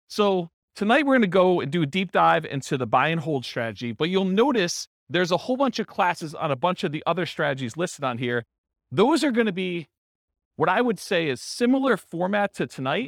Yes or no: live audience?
yes